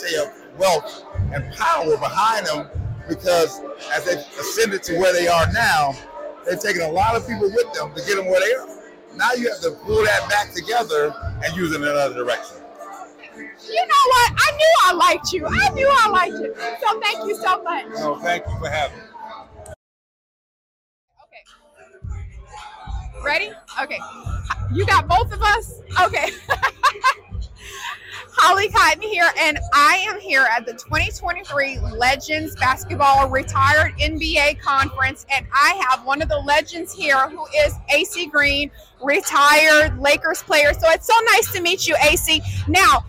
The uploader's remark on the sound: NBA Alumni live coverage of the NBRPA Las Vegas Annual Conference